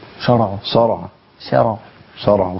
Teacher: وفي قولي شرع، تفخيم الشين